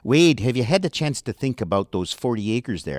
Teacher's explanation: It's a reedy pronunciation, a reedy tonality, rather. The tone focus is kind of up in the head. Not so much in the nose